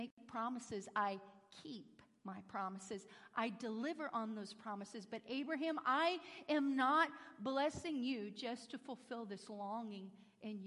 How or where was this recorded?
large echoing room